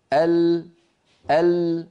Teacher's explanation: فاللام فيها جريان ولكنه ضئيل